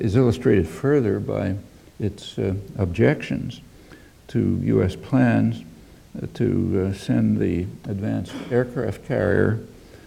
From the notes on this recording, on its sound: UCL Rickman Godlee Lecture 2011.